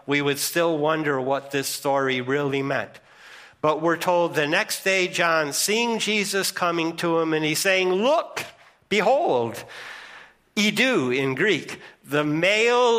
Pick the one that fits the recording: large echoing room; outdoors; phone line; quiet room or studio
large echoing room